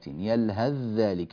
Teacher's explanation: أتينا بذال خالصة، يلهث ذلك، فالثاء ذهبت وصار النطق بذال واحدة مشددة